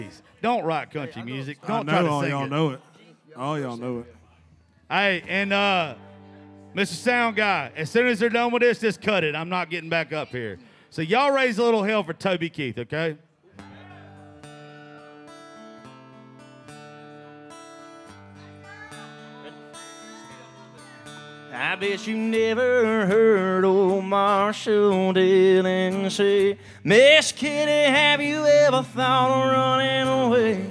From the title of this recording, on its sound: Rounds At Live Oak In Nashville